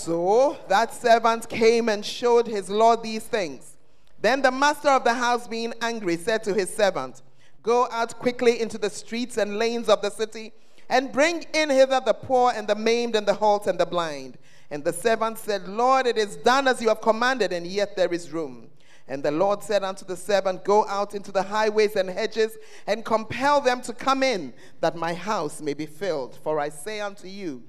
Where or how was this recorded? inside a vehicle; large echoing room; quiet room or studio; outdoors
large echoing room